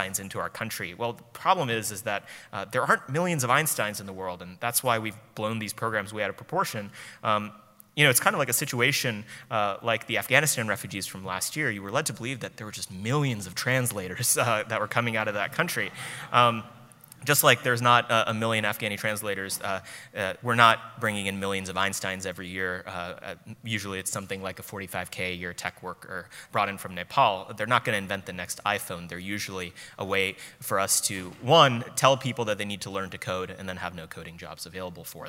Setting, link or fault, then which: setting, live audience